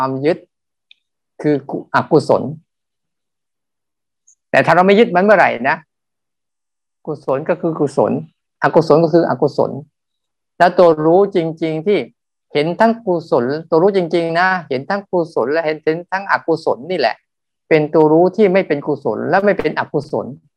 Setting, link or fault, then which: link, video call